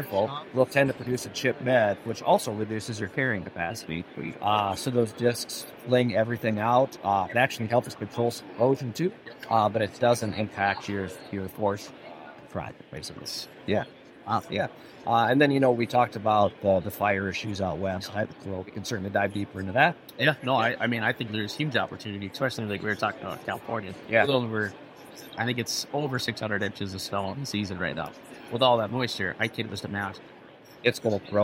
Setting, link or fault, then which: fault, background noise